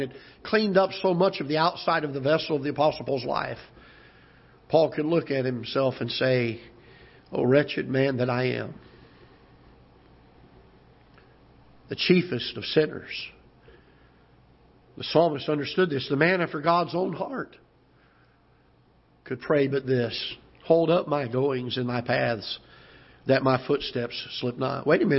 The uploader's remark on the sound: Ketha Heights Baptist Church ~ Live Broadcast